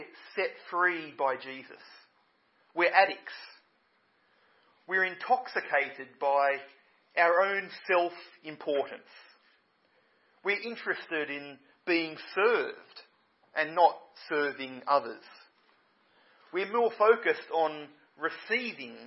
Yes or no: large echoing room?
yes